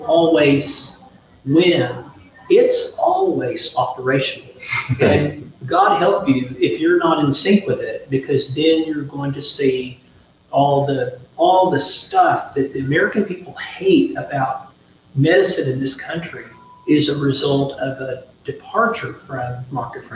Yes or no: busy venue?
yes